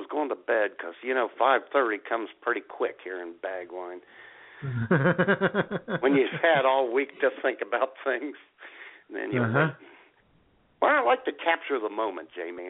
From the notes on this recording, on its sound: take your phone calls